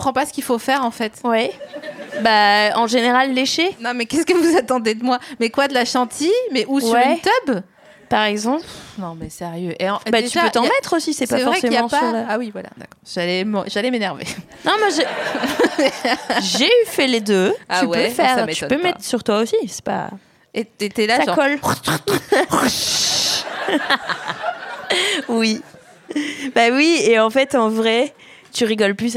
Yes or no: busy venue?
yes